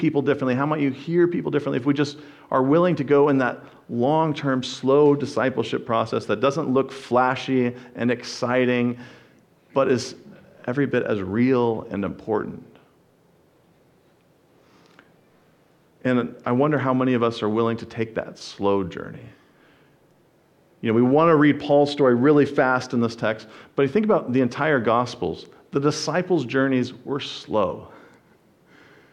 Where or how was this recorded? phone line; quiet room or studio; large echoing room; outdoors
large echoing room